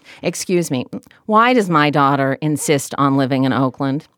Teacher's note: my father character voice is very much, has a lot of nasality · It's very much a head type like voice.